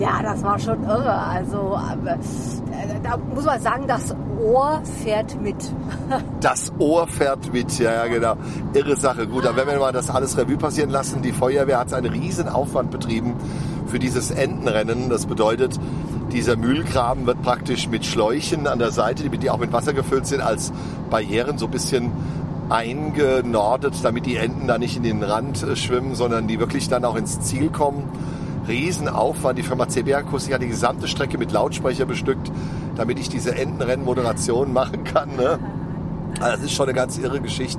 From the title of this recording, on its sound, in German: Live aus dem Großtanklöschfahrzeug BJ 1976